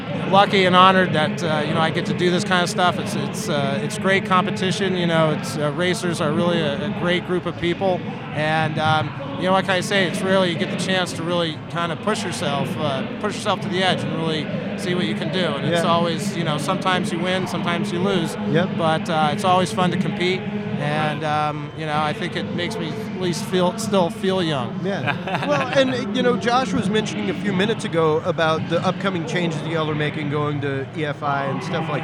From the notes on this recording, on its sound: LIVE from Mecum Auto Auction – Houston, TX. Attend the annual Mecum Auto Auction and provide a unique spectator’s perspective on the event.